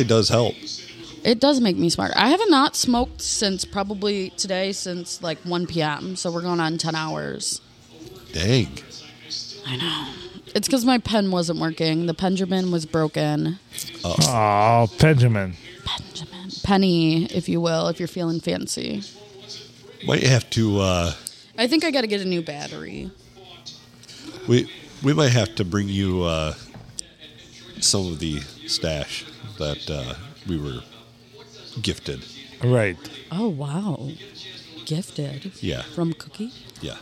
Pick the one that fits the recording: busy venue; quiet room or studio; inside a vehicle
busy venue